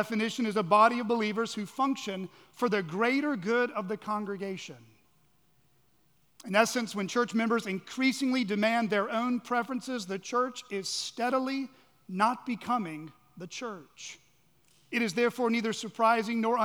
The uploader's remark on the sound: At Chaffee Crossing Baptist Church in Barling, AR.